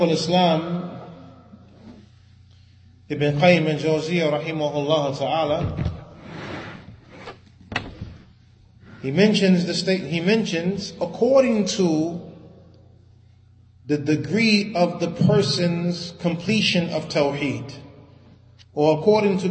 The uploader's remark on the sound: Lecture given at Masjid Nur Allah, Queens, NY